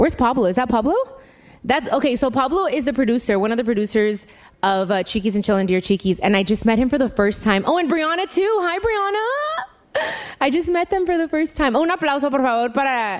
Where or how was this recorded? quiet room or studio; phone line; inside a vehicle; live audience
live audience